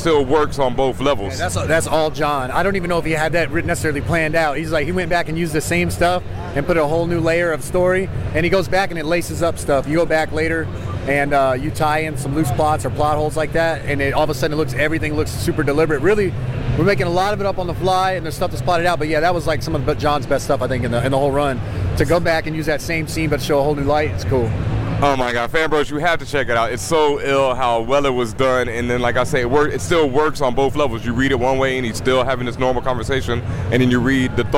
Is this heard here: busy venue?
yes